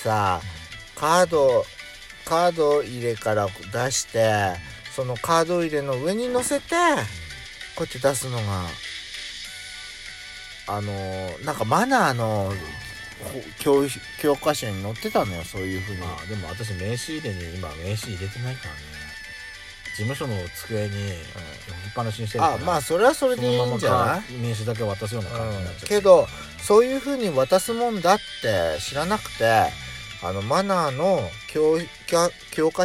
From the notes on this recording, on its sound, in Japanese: パーキング収録